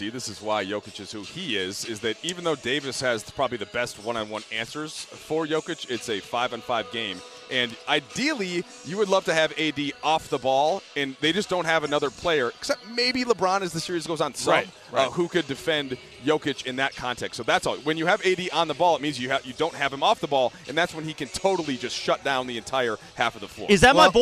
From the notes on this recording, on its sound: Live from the Arena in Denver. Is here in Studio!